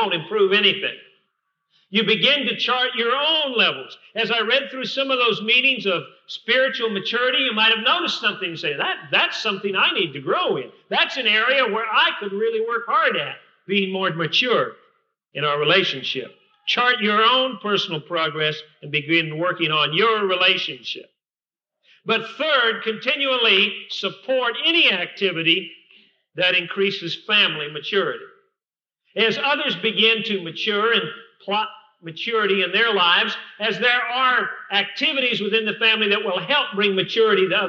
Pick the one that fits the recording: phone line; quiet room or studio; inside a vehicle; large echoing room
large echoing room